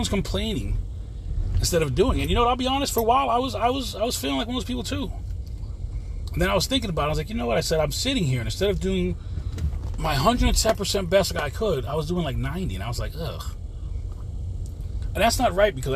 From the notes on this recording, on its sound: this quick CarCast